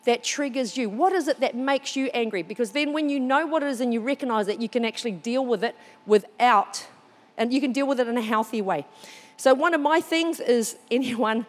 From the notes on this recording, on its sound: This was recorded during our 9am service on the 6th of November 2022